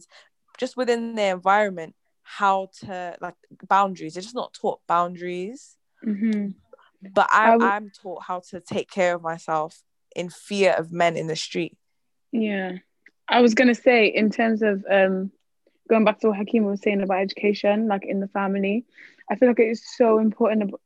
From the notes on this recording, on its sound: we recorded on Zoom so sorry if the audio isn't the best